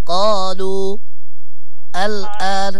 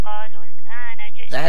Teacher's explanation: لو وقفت أقول قالوا الآن، لكن إذا وصلت سقط المد